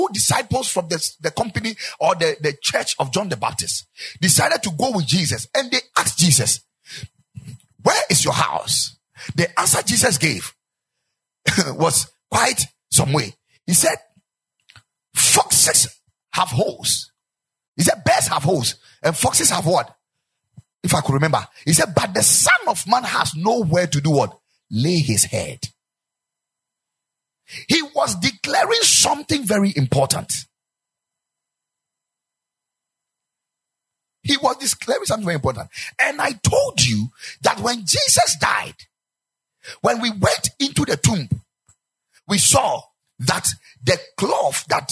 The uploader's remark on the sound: Preached at the Ekklesia Chapel